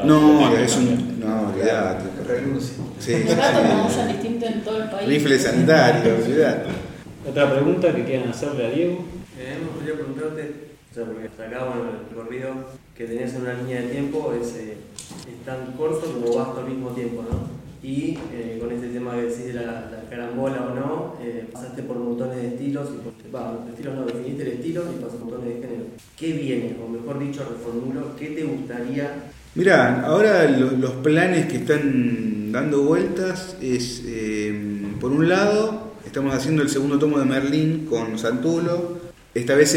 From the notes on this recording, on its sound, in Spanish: En nuestra Gcomics Meetup #4 que realizamos en el mes de Mayo. Con una rica merienda rodeados de sus obras.